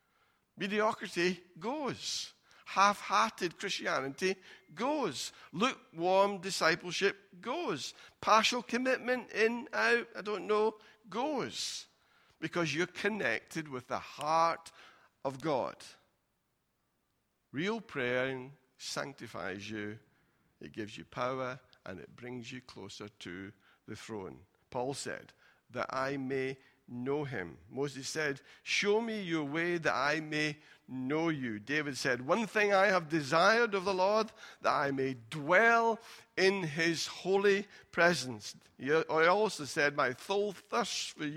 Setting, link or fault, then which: setting, large echoing room